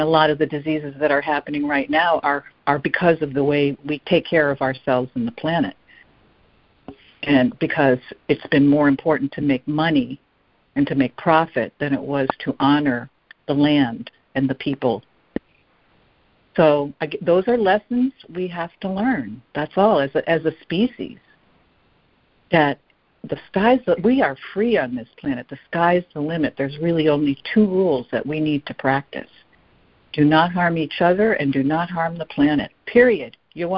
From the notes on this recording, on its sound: ACIM Daily Conference Call